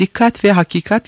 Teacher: Bunlardan başka Türkçedeki yabancı kelimelerde kullanılan bir A daha vardır. Bu A ince bir vokaldir. Teşekkül noktası ön damak bölgesinin arkasında ve A ile E arasındadır. Mesela dikkat ve hakikat kelimelerinin son vokalleri böyledir.